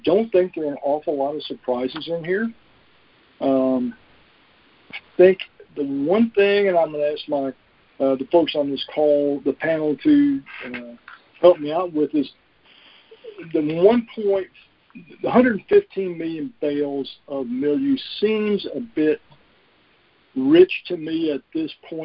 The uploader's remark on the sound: Monthly Conference Call